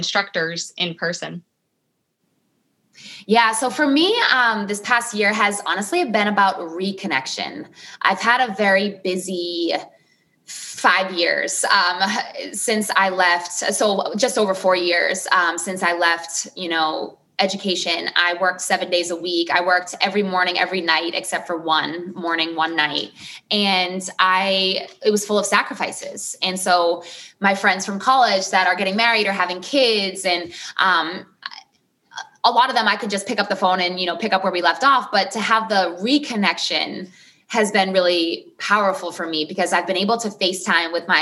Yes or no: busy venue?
no